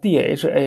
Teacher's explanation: 那浊送气是一种特殊的发音，这个特殊的发音就是在于它那个加大送气量，气流出来的多啊